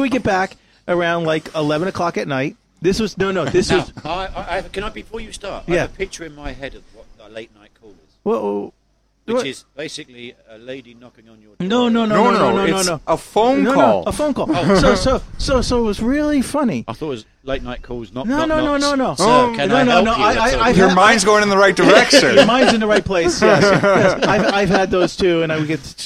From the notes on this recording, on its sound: This episode was recorded from The Store in Baijiao Town, of the Doumen District in Zhuhai.